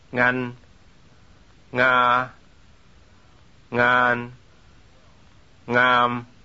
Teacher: The velar nasal occurs at the beginning of some Thai words.